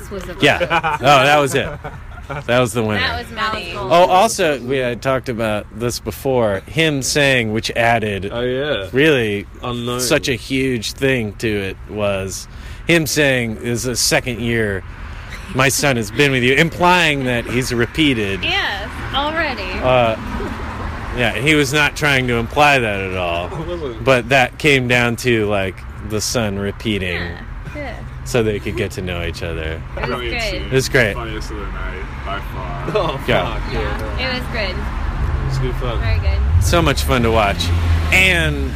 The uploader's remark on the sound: we went to the pub for a bevy and I pressed play on me recording thingy.